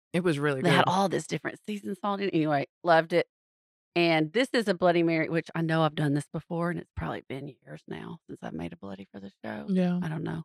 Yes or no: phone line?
no